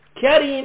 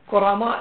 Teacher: كريم الكاف مفتوحة، كرماء الكاف شنو؟ مضمومة